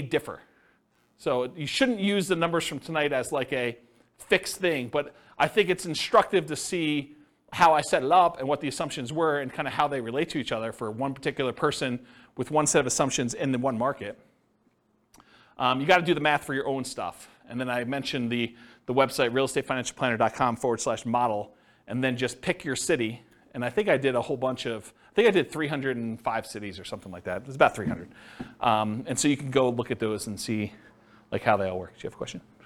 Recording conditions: live audience